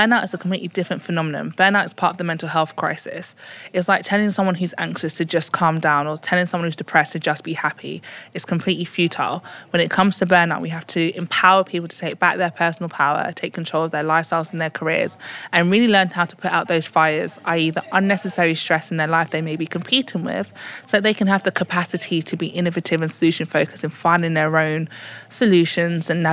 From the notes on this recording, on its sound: interviews speakers and attendees at the Horizon conference